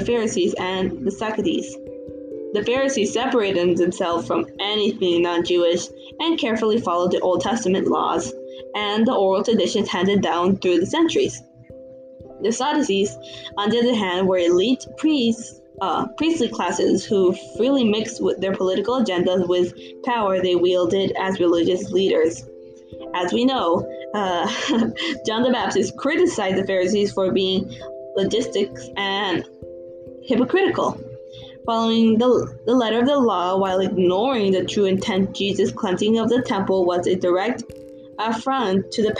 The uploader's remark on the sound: Today was a rocky episode with many technical difficulties and sound issues.